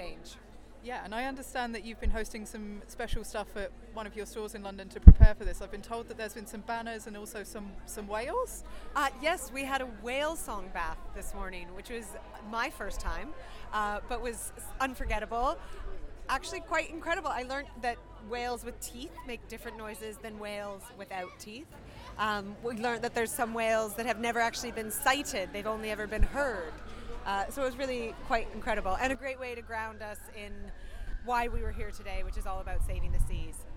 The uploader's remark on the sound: Special audio feature live from The Big One climate action in London. Capturing the proceedings on the first day of this protest, called 'The Big One'.